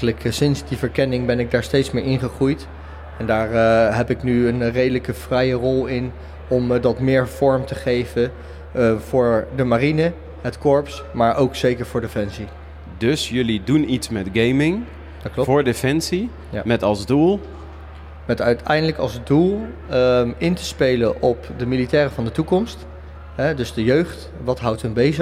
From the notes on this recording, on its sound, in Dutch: live op de Invictus Games op de podbank